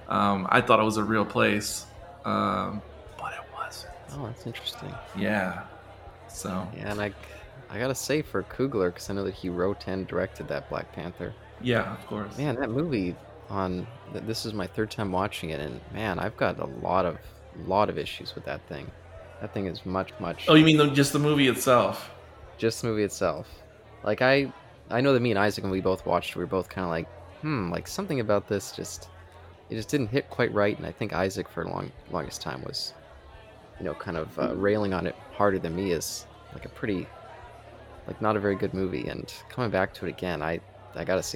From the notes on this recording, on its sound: This episode was recorded in front of a live bar-side audience